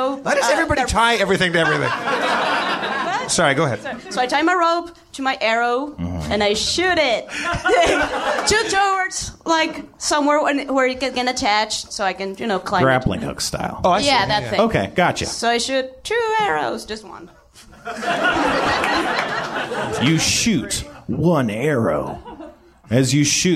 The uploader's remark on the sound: The room is packed with Communicon fans